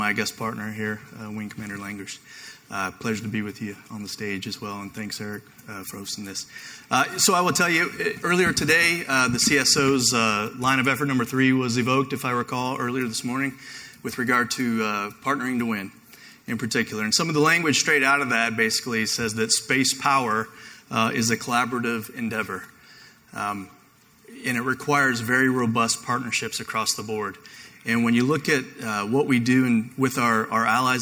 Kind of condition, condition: setting, busy venue